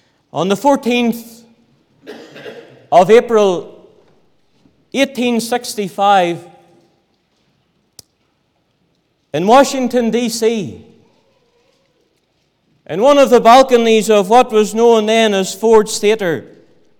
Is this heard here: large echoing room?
yes